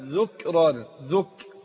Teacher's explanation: وبرضه اقول في ذكران، اقول ذك فيها همس